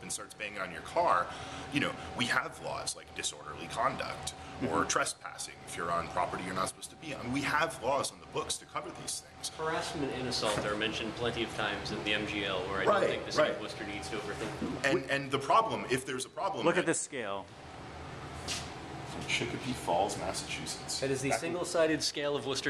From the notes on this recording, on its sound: This week’s show is taped at Crompton Collective , a mall of antiques and artisan goods, right off Kelley Square.